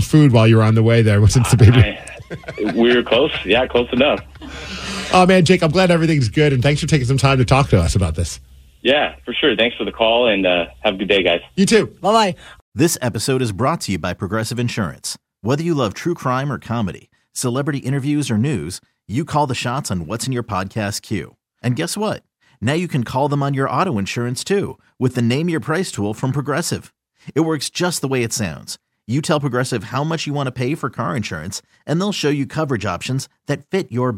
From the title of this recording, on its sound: we have the dad on the phone!